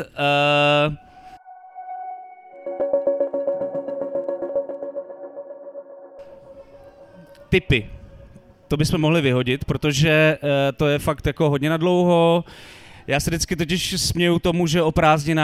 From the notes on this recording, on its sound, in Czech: Speciální festivalový díl TL;DR jste mohli slyšet živě na festivalu Beseda u Bigbítu v Tasově. Speciální festivalový díl TL;DR jste mohli slyšet živě na festivalu Beseda u Bigbítu v Tasově.